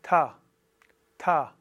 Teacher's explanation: Dieses Sanskrit Ta ist wichtig, dass dort kein H zu hören ist.